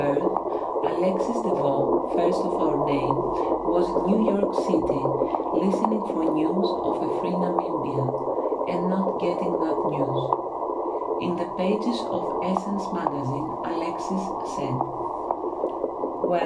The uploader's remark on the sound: The sound scape is recording of the the artcic sea by the site of the Ocean conservation research. Today there is a humpback whale accompaning the reading.